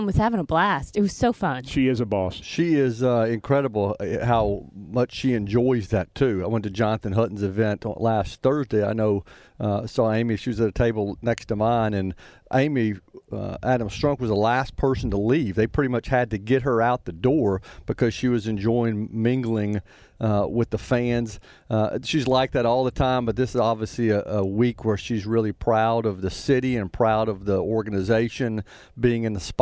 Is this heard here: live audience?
no